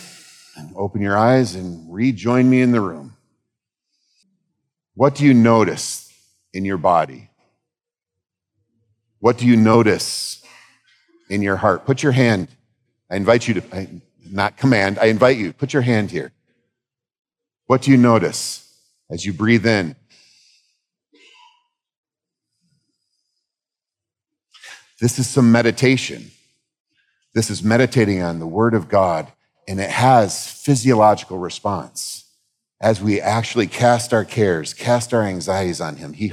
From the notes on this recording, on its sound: the main talks from our annual 2023 fall conference